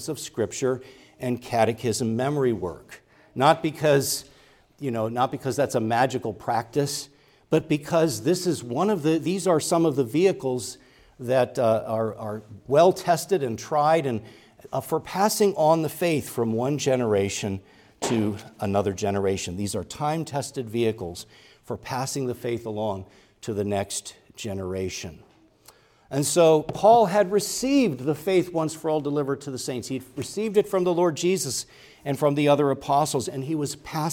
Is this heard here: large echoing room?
yes